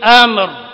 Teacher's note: Amr di situ ra-nya dibaca tebal karena dahului oleh harakat fathah. Amr, jangan dibaca am.